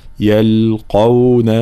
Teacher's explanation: كلمة يلقون أولا تفخيم القاف وترقيق بقية الحروف